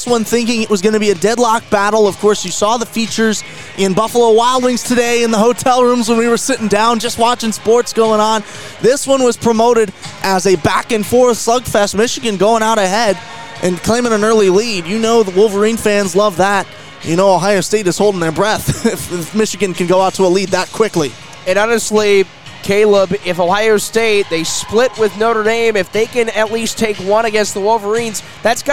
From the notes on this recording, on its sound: live from the Compton Family Ice Arena in South Bend, Indiana.